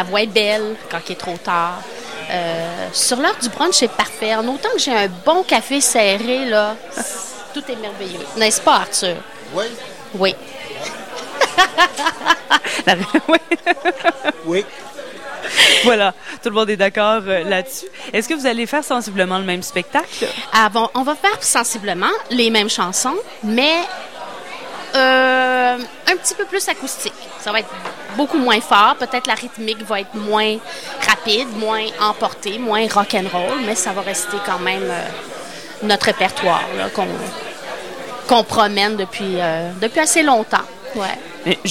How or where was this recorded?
busy venue